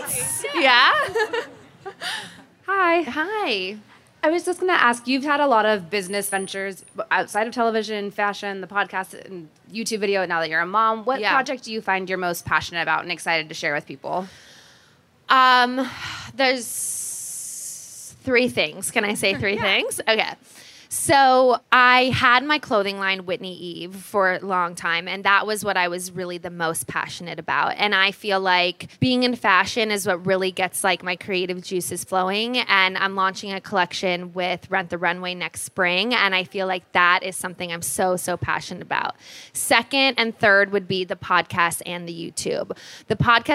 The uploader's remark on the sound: We recorded a LIVE episode. At The Grove (an outdoor mall here in LA)!!